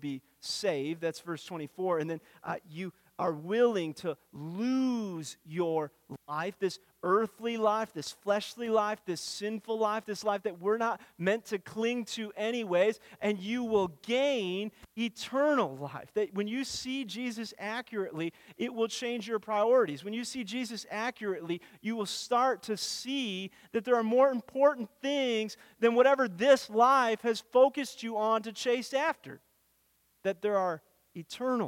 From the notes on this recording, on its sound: Weekly teaching audio brought to you by First Baptist Church, Darlington, WI.